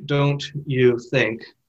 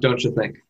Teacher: the sound of the T of don't changes a little bit in front of the U, the Y sound of U, and becomes the affricate ch · Shown in: second take